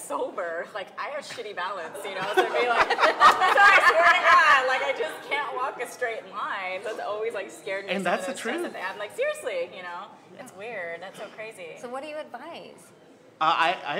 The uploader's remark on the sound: With our LIVE audience from Jokesters Pub N Grub.